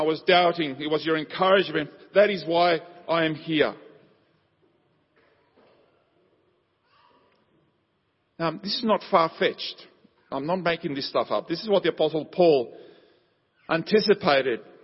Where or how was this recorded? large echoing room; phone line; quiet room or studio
large echoing room